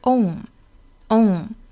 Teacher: 美音的话呢，没有滑动感